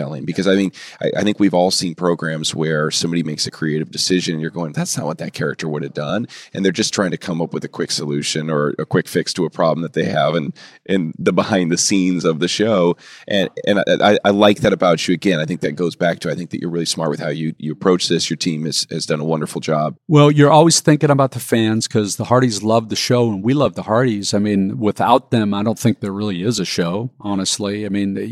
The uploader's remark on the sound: Recorded at NRB's Proclaim 2019 in Anaheim, CA.